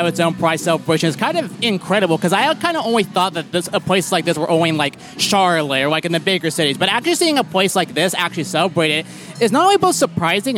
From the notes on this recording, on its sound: We hung out at the Rock Hill Pride Festival and asked members of the LGBTQIA+ community and their allies. A small conservative town.